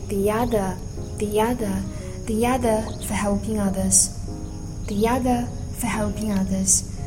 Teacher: 如果 e 后面又加了一个元音，它们之间的连读可以加上一个 ye 的音